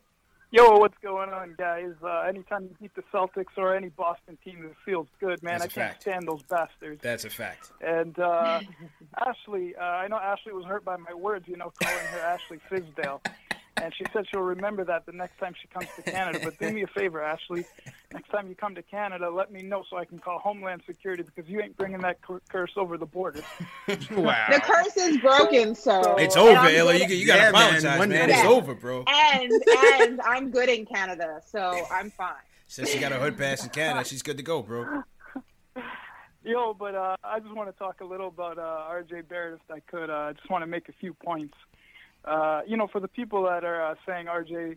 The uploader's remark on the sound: take live phone calls from fans around the world